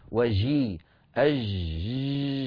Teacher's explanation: هذه الجيم الممدودة الصوت لا تصح وليست فصيحة، هي جيم عامية